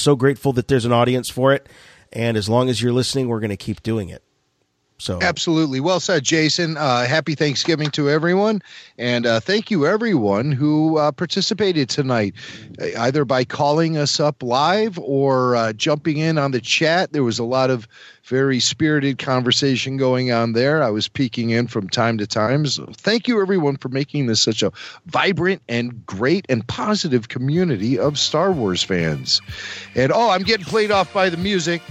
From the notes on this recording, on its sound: RFR LIVE returned this week featuring wall-to-wall listener phone calls. Our switchboard was flooded.